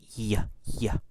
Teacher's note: it's the middle part of your tongue that's touching the roof of your mouth